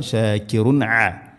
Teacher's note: ശാകിറുൻ അ ഇദ്ഹാർ, വെളിവാക്കി ഉച്ചരിക്കണം